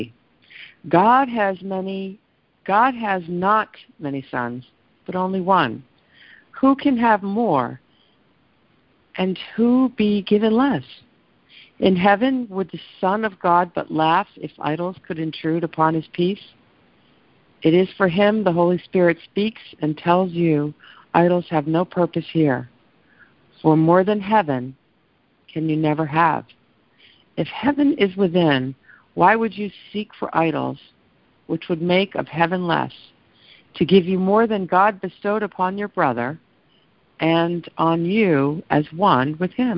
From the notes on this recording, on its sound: ACIM Daily TEXT Conference Call